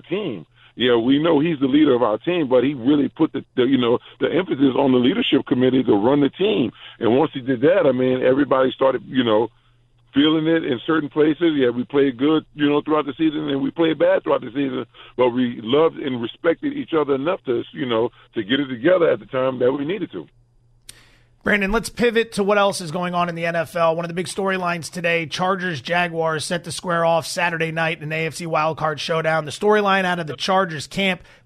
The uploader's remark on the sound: Listeners call